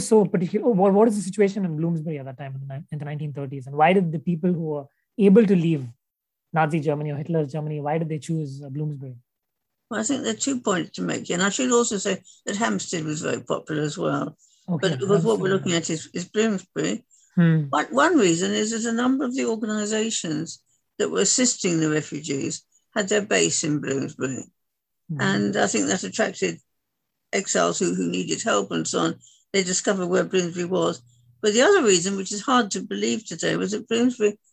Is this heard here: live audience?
no